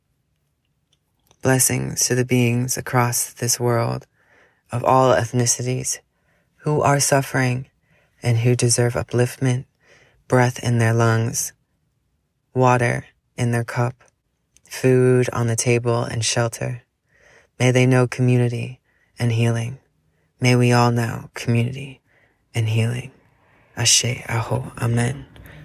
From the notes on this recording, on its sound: NO LAPTOP for this episode. Recording was all done through my phone!